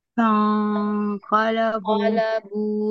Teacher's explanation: أعطي زمن الغنة الإخفاء زمن أطول